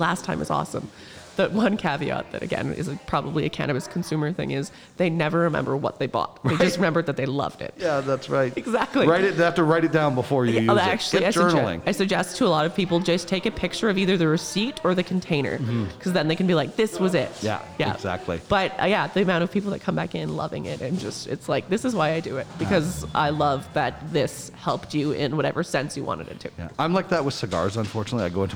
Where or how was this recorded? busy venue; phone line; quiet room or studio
busy venue